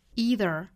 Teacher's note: 美式需要注意是 e，然后尾部是卷舌的